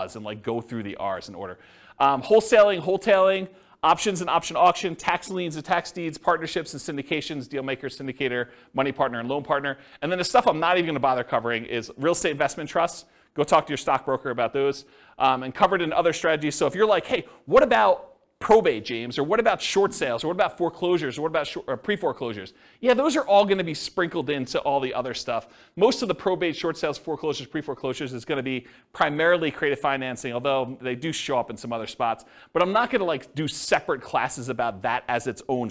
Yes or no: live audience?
yes